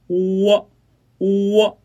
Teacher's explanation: 发音过程中唇形始终保持圆形，开头最圆，结尾圆唇度略减 · IPA: uo[uo]